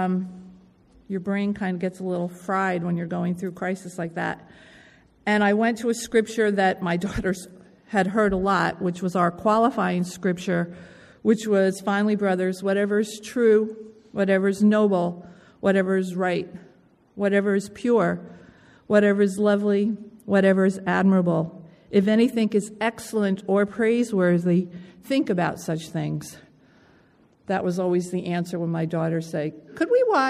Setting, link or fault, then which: setting, large echoing room